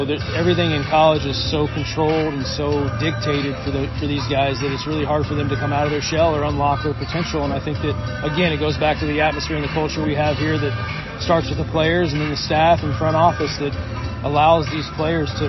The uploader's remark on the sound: Pardon the noise — BP time in a stadium is a noisy environment!